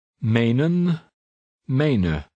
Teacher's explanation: The first E sounds like the double E because it occurs at the end of a syllable.